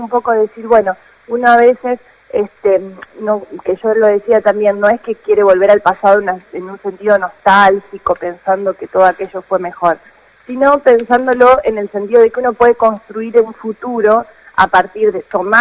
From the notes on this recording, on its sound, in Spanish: Entrevista telefónica con la Presidente de la Comisión Vecinal del Barrio Sur.